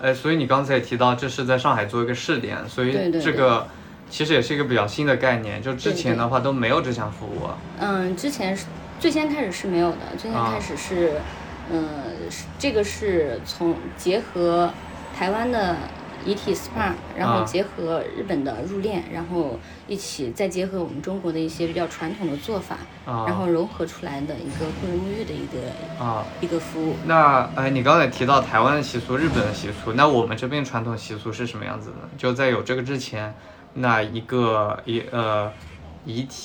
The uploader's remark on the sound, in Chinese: 把朋友约到咖啡馆来录制播客。在「土狗咖啡花鸟市场店」录制。